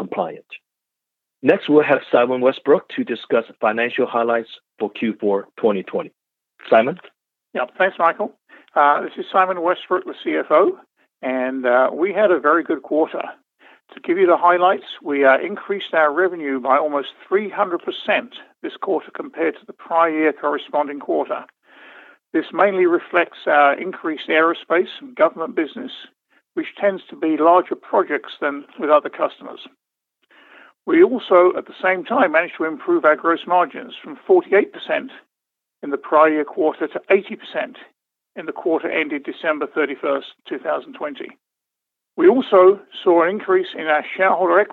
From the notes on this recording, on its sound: the recording of the shareholder update call from March 29th, 2021 at 12pm EDT